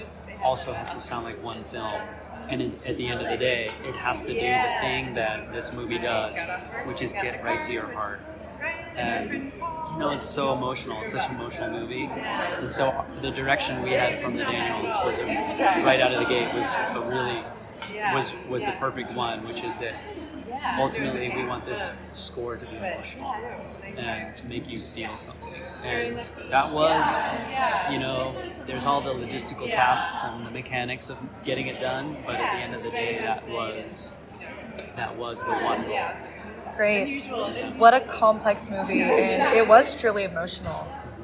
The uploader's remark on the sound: caught some of the red carpet buzz at the 38th annual Santa Barbara International Film Festival (SBIFF)